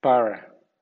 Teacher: Cuando la vocal sigue al sonido R, este sigue siendo fricativo